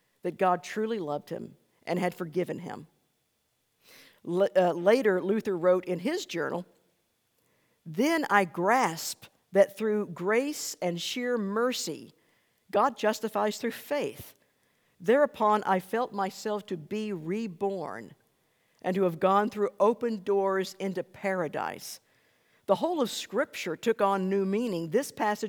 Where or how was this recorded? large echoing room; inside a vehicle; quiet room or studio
large echoing room